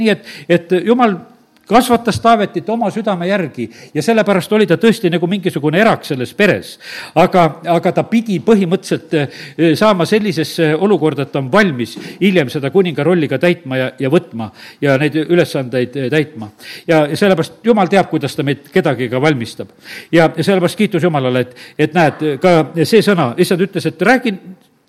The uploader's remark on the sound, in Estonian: Audio salvestus koosolekult